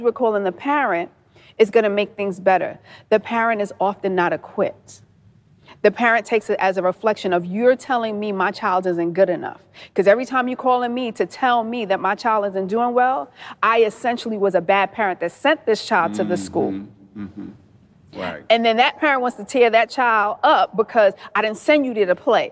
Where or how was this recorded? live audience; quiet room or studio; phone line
live audience